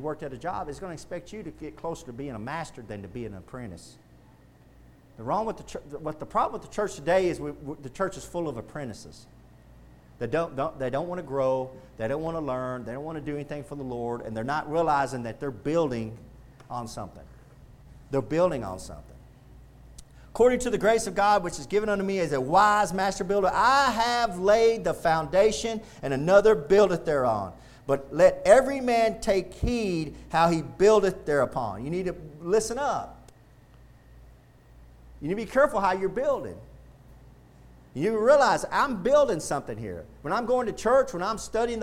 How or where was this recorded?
large echoing room